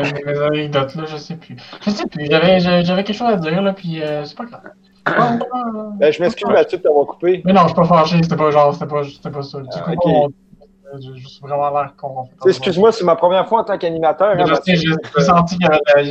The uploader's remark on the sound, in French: Enregistré sur appel vocal Facebook